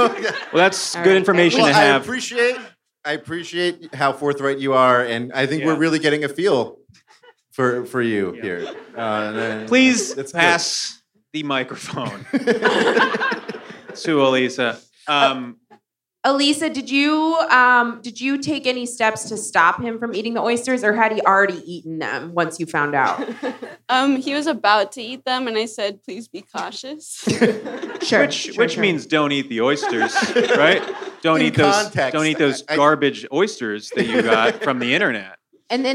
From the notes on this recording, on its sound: 5-4 Live in Oakland. In this live show, the hosts rule on disputes brought by the audience. In honor of their appearance at The New Parish in Oakland, AND make a very special phone call to everyone's favorite beer aficionado.